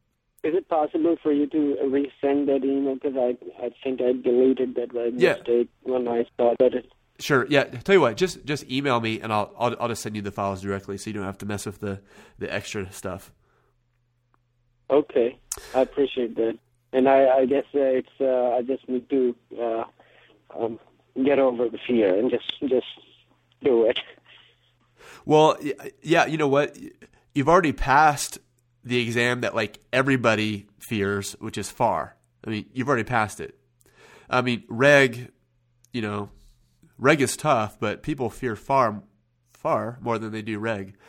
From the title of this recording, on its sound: Live Calls from CPA Candidates